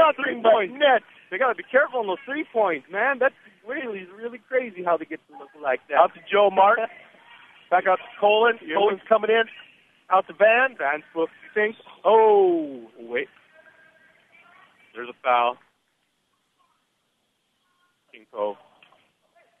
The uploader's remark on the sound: Today’s game brought to you live from Sand Point.